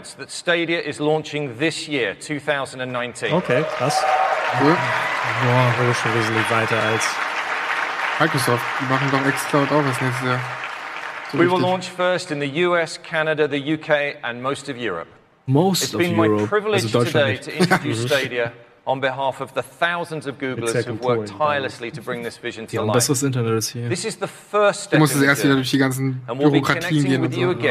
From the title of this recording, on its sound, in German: live von der GDC